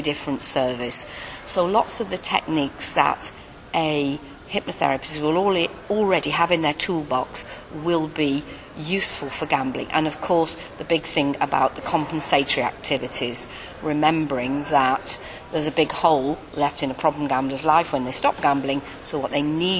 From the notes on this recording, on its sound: at the 2nd Annual International Hypno-psychotherapy Conference 2010